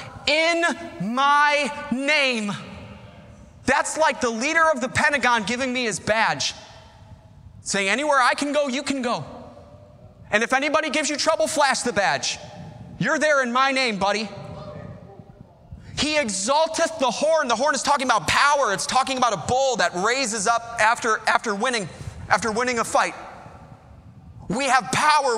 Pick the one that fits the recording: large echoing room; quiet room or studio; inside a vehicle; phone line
large echoing room